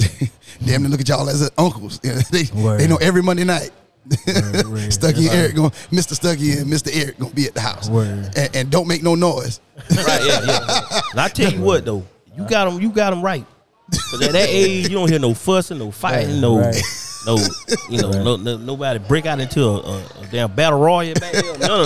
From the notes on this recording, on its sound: Doing a live show at their favorite spot. They are joined by past guests and listeners.